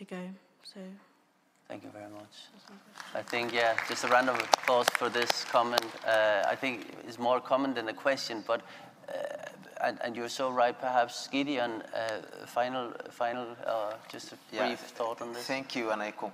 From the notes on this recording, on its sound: This episode takes us back to the COP 26 conference of the UN Framework Convention on Climate Change (UNFCCC) in Glasgow, Scotland. The episode is a recording of a side event on 9 November 2021. With a panel of five Indigenous climate activists.